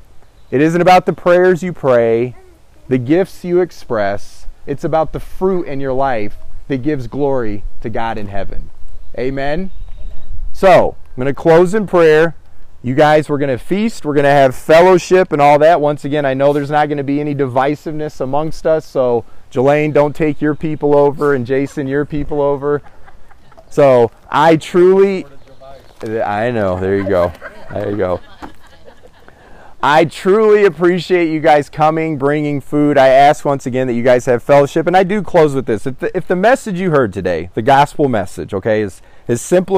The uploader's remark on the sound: Christ In Me (backyard sermon). Recent sermon preached during Agape’s annual “backyard gathering”.